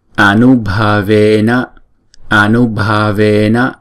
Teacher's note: Chữ A là hai nhịp. Nu là một nhịp, ba là hai nhịp, V là hai nhịp, chữ E là lúc nào cũng hai nhịp hết ha.